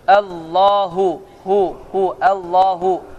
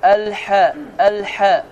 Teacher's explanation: Allahu, hu, hu, Allahu. Sıxmıram boğazı. Amma desəm ki, Əl-hə, Əl-hə. Boğaz sıxıldı.